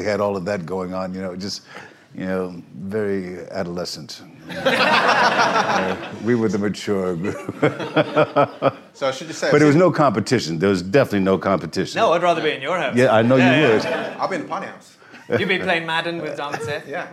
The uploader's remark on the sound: We recorded this as part of the London Podcast Festival in 2018 in front of a SELL OUT audience. Helped by questions from the audience.